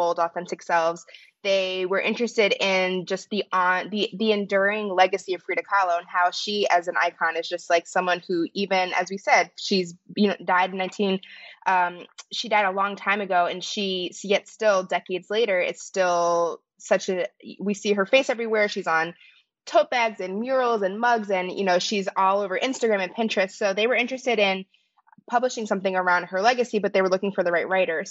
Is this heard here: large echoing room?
no